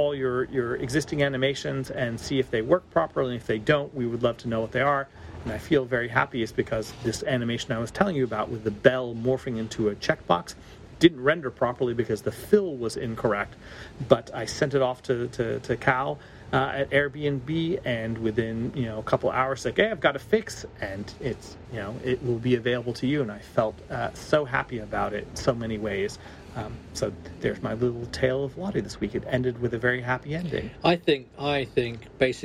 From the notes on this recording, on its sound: Coming to you live from the streets of London.